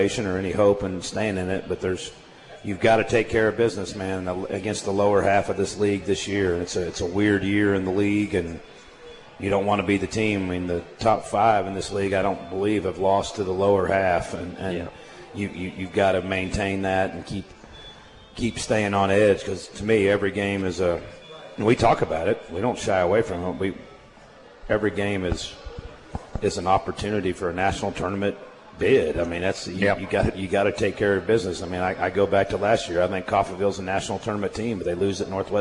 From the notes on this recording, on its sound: live from AJ's at The Alley in Hutchinson